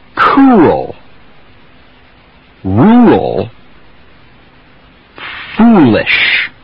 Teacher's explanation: Almost a tiny little W in there. · Term: hard vowel before the L